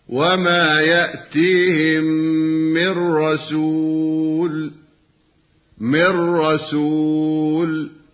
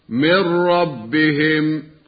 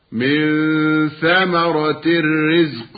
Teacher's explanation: واللام والراء للإدغام بغير غنة، ويسمى إدغاما كاملا لعدم وجود الغنة بين المدغم والمدغم فيه